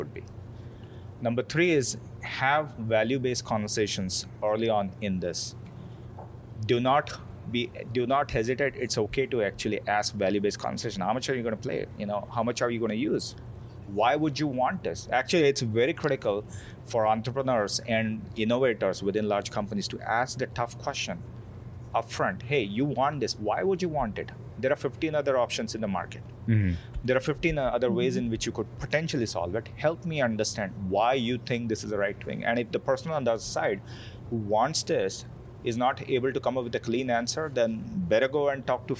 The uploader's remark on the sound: Recorded live, from the beautiful courtyard at Foreign Cinema, in San Francisco's Mission district.